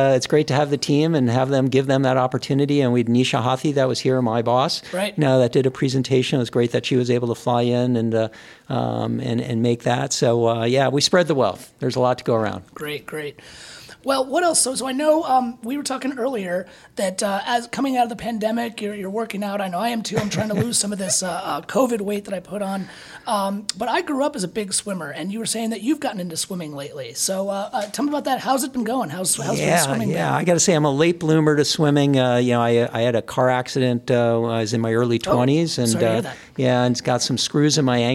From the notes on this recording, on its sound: Reporting from the Technology Tools for Today conference in Denton, Texas